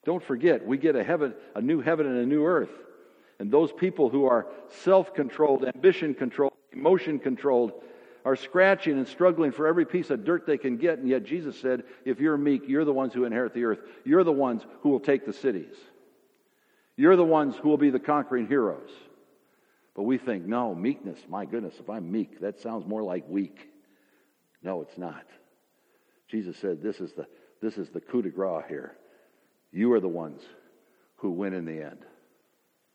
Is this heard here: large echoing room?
yes